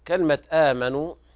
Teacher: وكلمة الواو في آمنوا مد طبيعي ومد مقدار حركتين